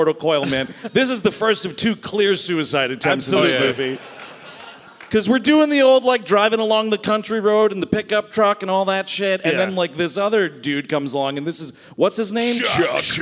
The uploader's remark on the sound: Recorded live at City Winery, November 21, 2021, in Nashville, TN.